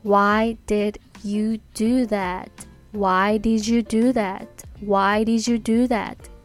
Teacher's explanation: 最後が D で終わる単語が Y で始まる単語とくっつくとジュジュジュジュっていう音になります